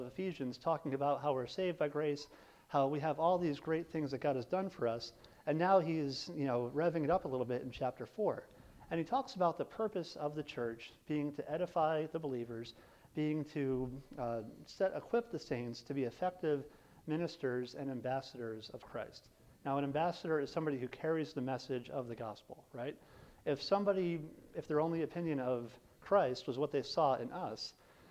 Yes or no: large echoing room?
yes